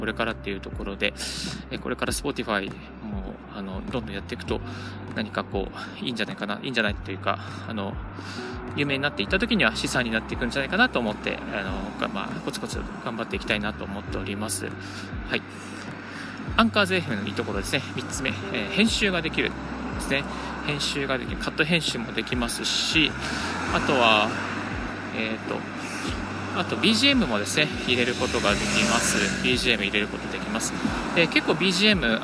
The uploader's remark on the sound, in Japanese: 歩きながらラジオ配信